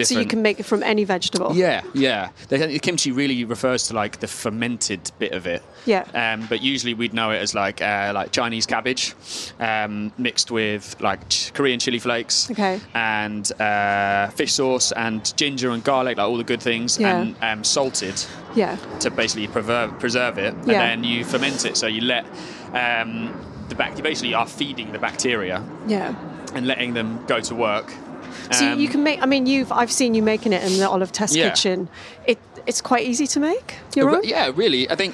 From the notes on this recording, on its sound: This podcast was recorded live at the Tower of London Food Festival.